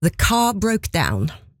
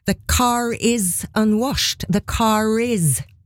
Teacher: Is starter med vokal, og her kommer da R-en, her uttaler vi R-en som er på slutten av ordet car. · Shown in: second take · Ja, men den blir nesten som en start på neste.